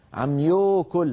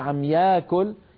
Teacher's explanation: سكان شمال الجزيرة العربية عندهم في بعض الكلمات يعني يزمون أفواههم عند بعض الألفات فتخرج واوا · Shown in: first take · لذلك كتبوا الصلاة الصلوه والزكوه والنجوه النجاة والحياة، هذه الكلمات الأربع: الصلاة والزكاة والنجاة والحياة، كذلك الربا كتبوها بالواو على طريقة نطق أولئك.